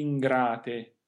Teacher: the N in ingrate should be lengthened. This is because of a rule called Lemner, or LMNR, which states that the letters, oddly enough, L, M, N, and R, should be lengthened before another consonant.